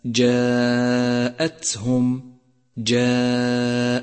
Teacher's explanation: لاحظ صفة الهمس لحرف التاء من كلمة جاءتهم، جاءتهم، حيث يجري النفس معها لتقويتها